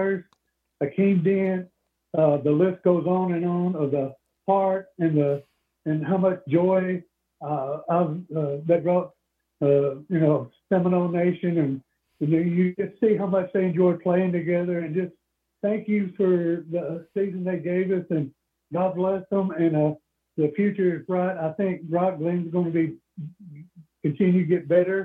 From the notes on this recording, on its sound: The Warchant Gameday postgame call-in show is LIVE recapping the Florida State/Georgia game.